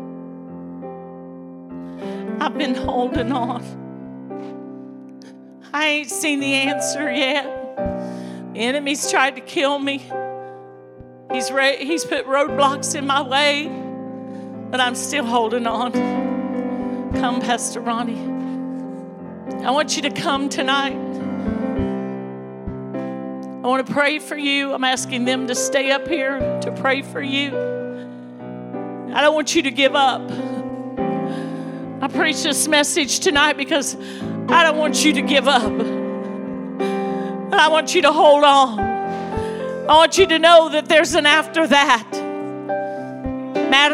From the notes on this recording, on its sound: This message was recorded LIVE